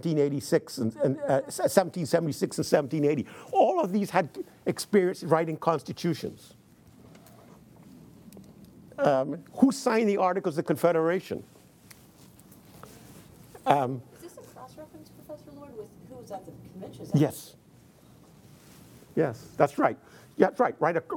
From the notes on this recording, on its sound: in front of a teacher audience